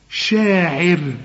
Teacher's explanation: شوف الراء دي هنقف عليها بالكسر، يعني قصد أقول نرققها